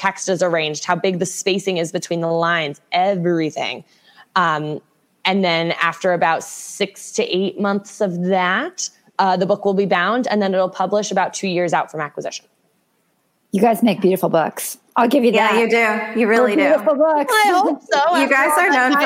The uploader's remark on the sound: 57: Live Recorded: Why Does Publishing Take So Long? You can listen in on the Q&A portion of the event here.